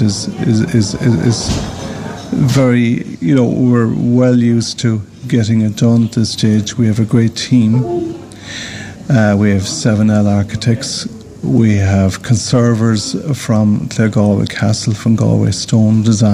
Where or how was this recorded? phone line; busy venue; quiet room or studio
busy venue